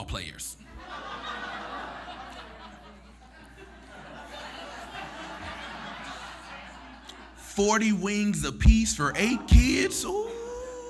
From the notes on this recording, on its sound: For our November 2016 live storytelling event, "Haunted"